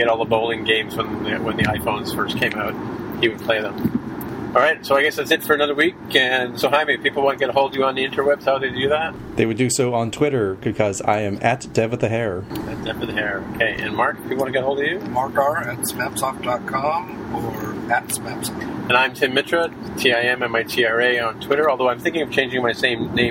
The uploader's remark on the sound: This week we recorded LIVE